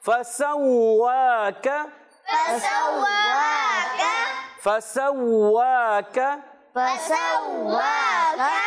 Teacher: سین کو باریک رکھیں گے، سیٹی کے ساتھ سا سے نہیں بدلنا چاہیے. واو تشدید والا ایک الف کھینچ کر، کیونکہ اس کے اوپر کھڑا زبر ہے، کھڑی حرکات کو ایک الف کھینچ کر ادا کرتے ہیں.